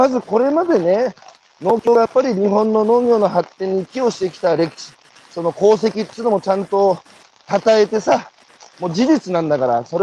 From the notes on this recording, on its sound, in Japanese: 歩きながら1時間、対談する